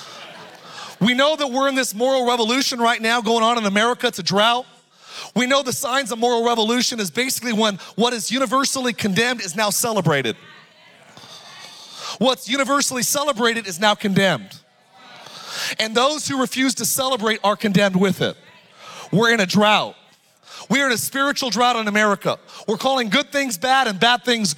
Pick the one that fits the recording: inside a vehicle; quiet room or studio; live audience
live audience